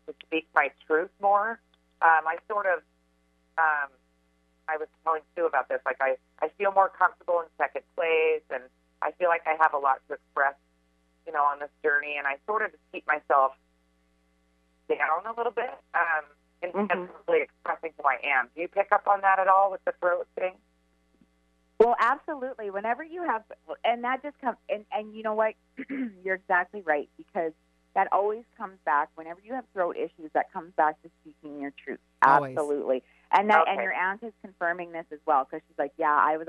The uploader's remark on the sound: Listener calls + live readings!